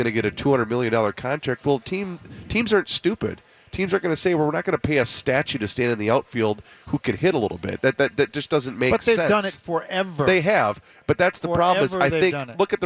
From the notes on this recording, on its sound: live from the Venture Bank Minnesota Golf Show